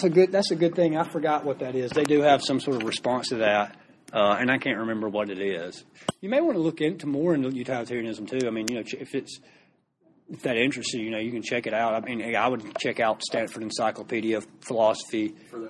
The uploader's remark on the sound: recorded live during a class lecture